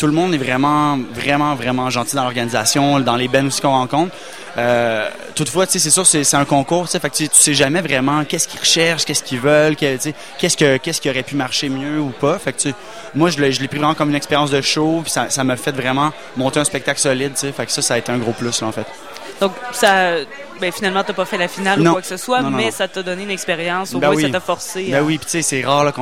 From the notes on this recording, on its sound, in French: au Festival OFF de Québec, sur les ondes de CKRL 891, en direct du bar le Sacrilège